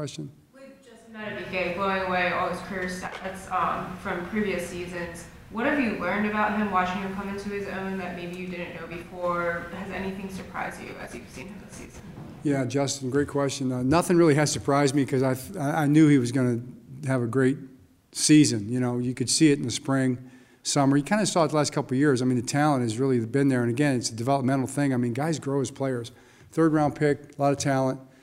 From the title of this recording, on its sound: Press Conference